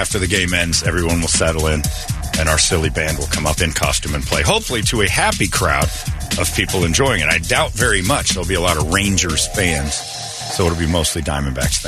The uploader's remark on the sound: Cubs And DBacks Fans Calling.